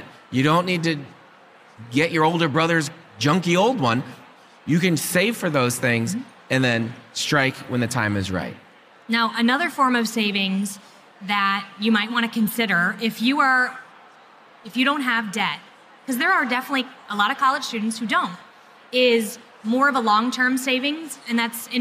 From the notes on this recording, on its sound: Recorded LIVE at SEEK 24.